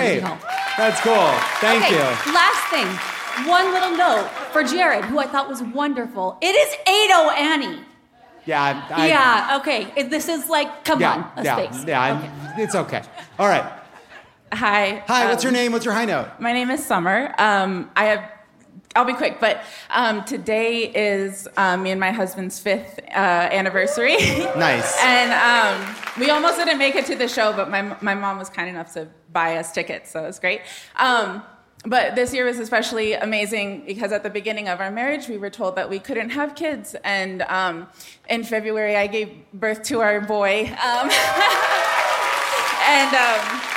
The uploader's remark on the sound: Dry Heat and Open Carry (Live from Phoenix!).